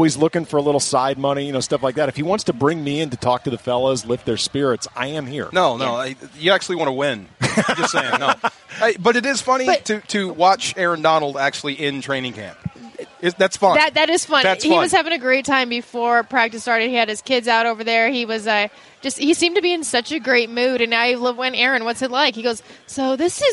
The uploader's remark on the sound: live from Rams training camp